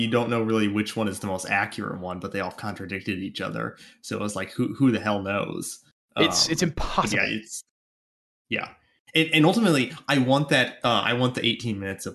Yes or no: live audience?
no